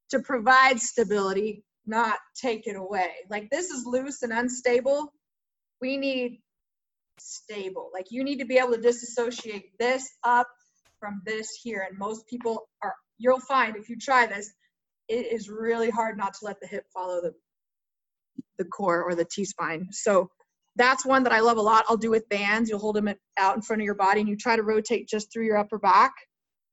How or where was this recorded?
video call